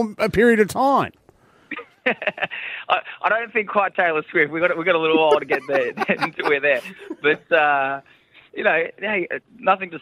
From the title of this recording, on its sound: On The Phone From Nashville